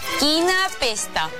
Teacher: Pronunciat amb vocal neutra o amb a final, segons la variant.